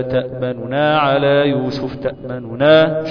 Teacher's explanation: النون الأولى عملت نون بسيطة مضمومة ضمة بسيطة فيها إشماء فيها رو فيها بعض من الحركة، فيها ثلث الحركة والثلث الباقي لا، تمام؟